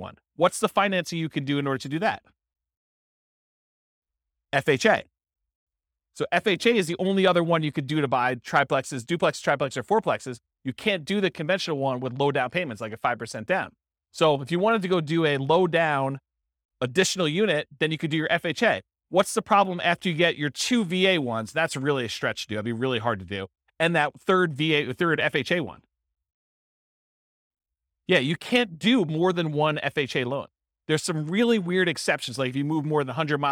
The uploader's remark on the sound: This was a live class recorded